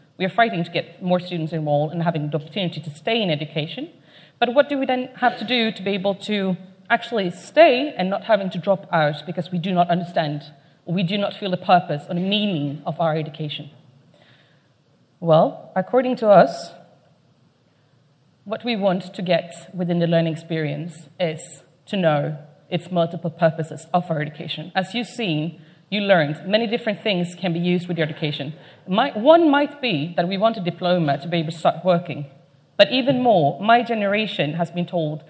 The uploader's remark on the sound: Keynote at SRHE Annual Research Conference 2017